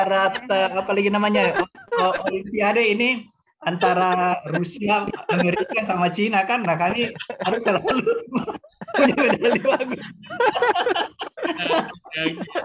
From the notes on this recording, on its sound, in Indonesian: Podcast ini adalah hasil rekaman dari Webinar "UNIHEALTH - Bisnis Banyak Manfaat" pada sesi Q&A.